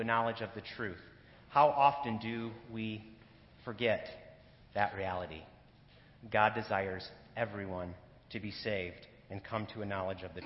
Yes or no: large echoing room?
yes